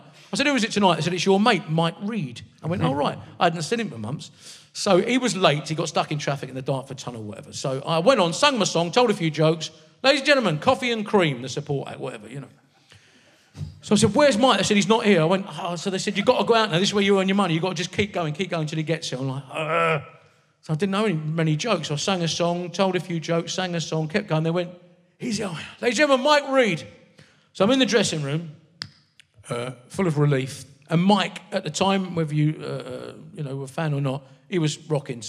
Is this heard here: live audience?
yes